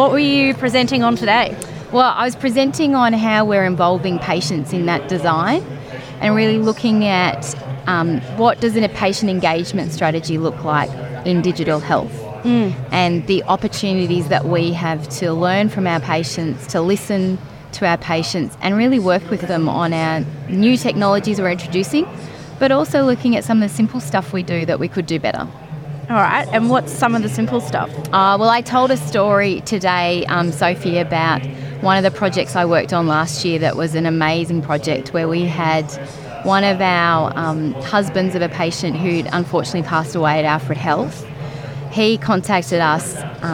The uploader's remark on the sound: recorded at Victorian Healthcare Week 2023